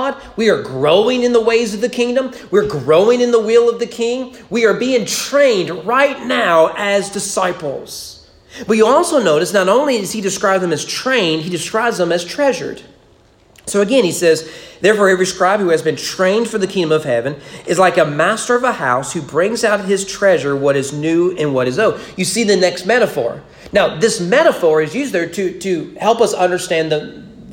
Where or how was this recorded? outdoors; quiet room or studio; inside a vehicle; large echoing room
large echoing room